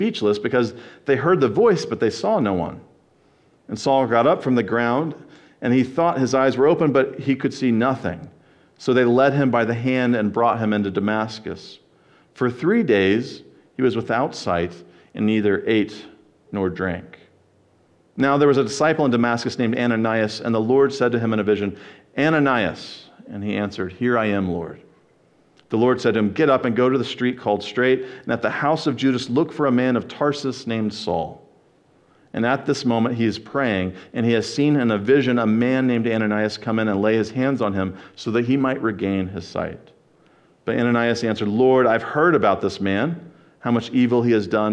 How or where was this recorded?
large echoing room